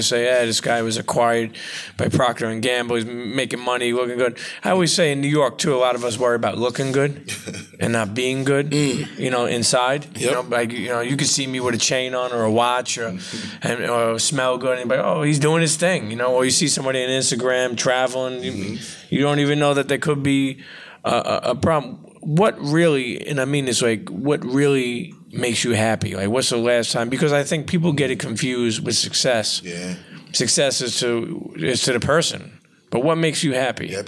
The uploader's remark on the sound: live and direct from the A3C Festival in ATL